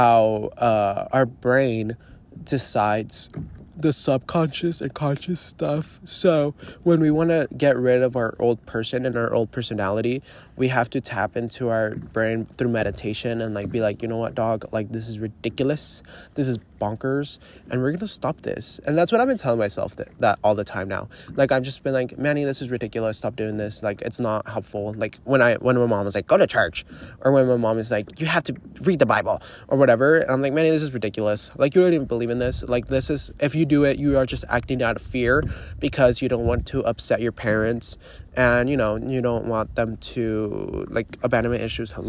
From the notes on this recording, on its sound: literally live from my paddleboard